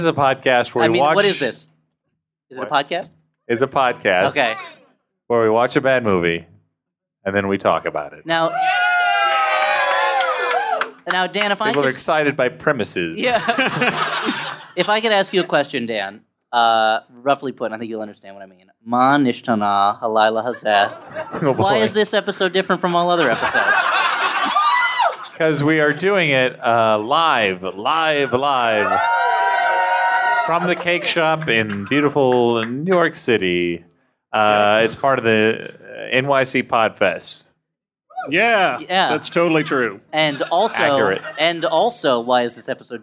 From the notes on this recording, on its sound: Live from Cake Shop as part of NYC Podfest.